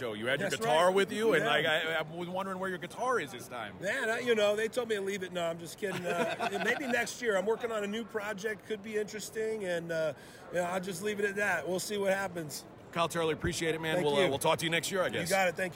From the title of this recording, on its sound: Super Bowl Preview LIVE from Media Row!